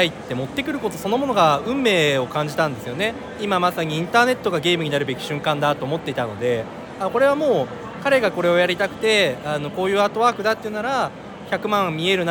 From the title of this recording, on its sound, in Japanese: BitSummitの現場から